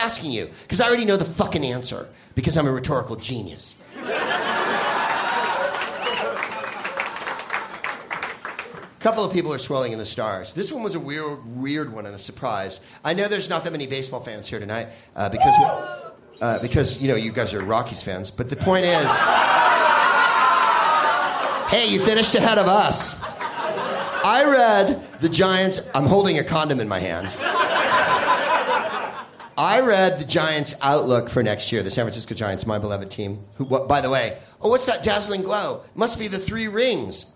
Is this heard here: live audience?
yes